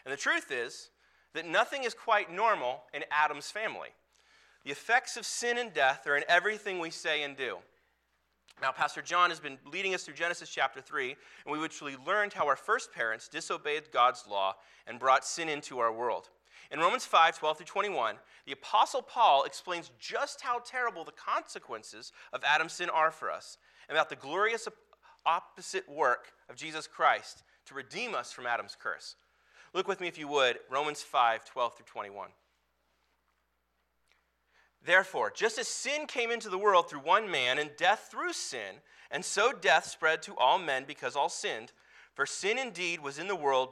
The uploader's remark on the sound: Sunday morning sermon audio from Preston Highlands Baptist Church.